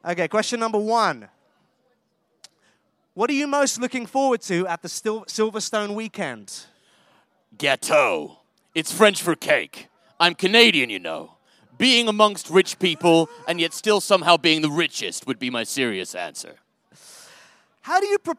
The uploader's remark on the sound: Live From The Silverstone Grand Prix. Record live from the track in front of an audience.